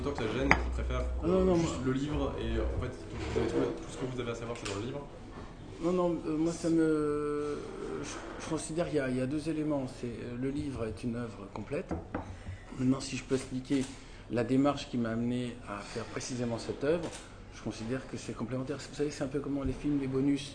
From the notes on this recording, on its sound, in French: C'est vraiment très brut : avec les bruits ambiants, les coupures et digressions.